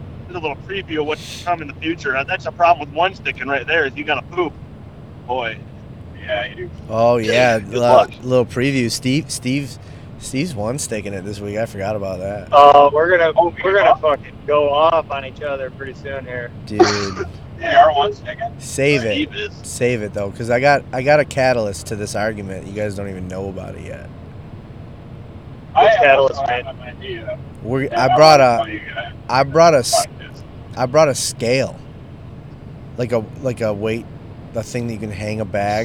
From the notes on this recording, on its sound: We are on our way to our 1 week in November public land hunt and recorded our first episode of the trip in our vehicles.